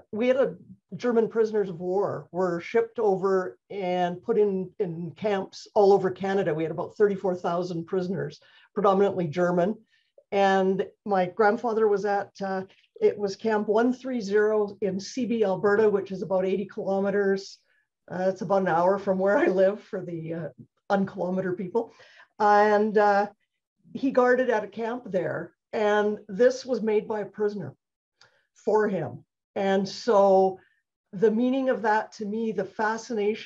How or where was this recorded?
video call